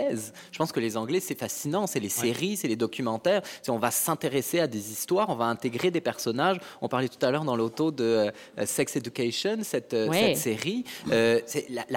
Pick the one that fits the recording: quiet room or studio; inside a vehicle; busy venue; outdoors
busy venue